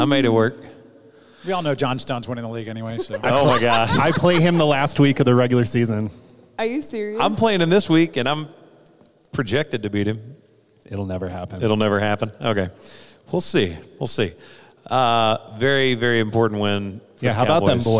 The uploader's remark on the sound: LIVE FROM THE SEC CHAMPIONSHIP IN ATLANTA